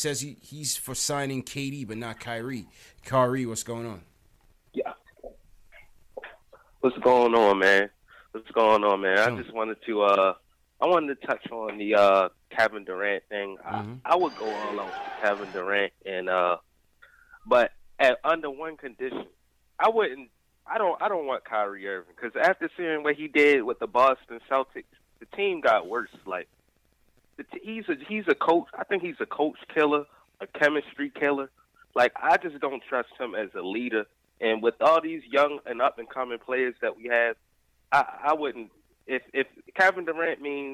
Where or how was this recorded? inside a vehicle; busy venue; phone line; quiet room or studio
phone line